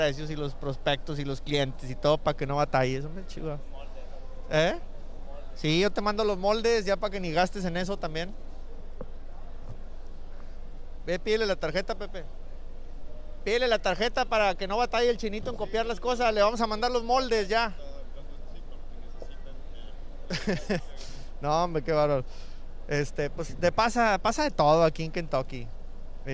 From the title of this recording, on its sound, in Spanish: Live desde expo en Kentucky